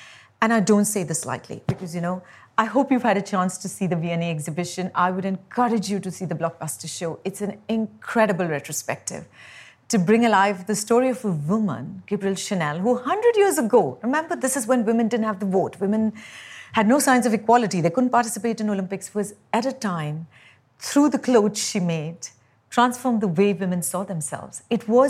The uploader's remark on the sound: Her first public talk. At BoF VOICES 2023.